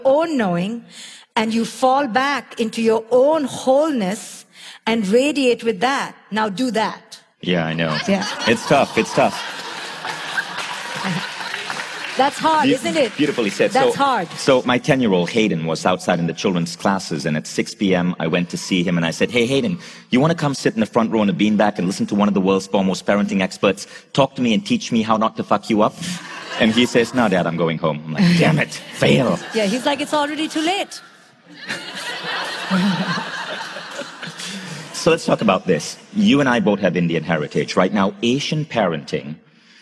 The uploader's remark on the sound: Her talk at Mindvalley City Campus Tallinn in 2018 received a standing ovation and heralded as a life-changing listen for everyone in the audience.